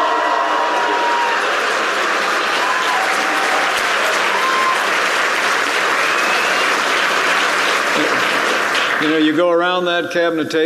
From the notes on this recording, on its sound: Remarks at National Conservative Student Conference